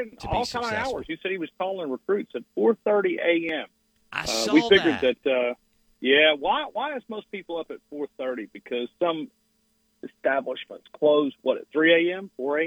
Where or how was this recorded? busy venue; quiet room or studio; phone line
phone line